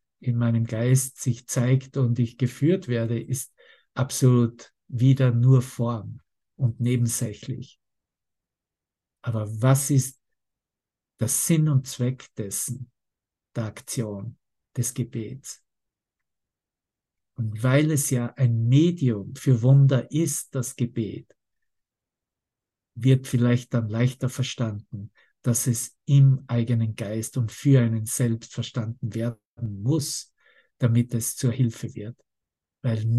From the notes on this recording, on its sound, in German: Zoom-Session. Veranstaltet von der Aleph Akademie.